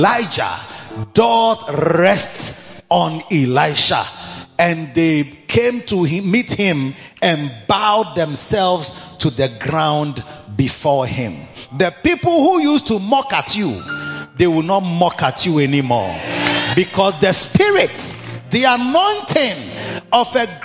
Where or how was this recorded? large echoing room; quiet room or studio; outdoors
large echoing room